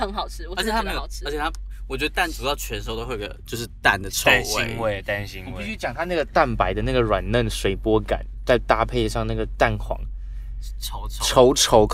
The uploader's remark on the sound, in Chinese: 徜徉在高架橋前往林森北路尋歡的我們，一時興起錄製了加碼特別篇，名符其實的在奔馳的轎車上錄製節目。跟著戀愛轎車一起奔馳霓虹燈閃爍的台北街頭。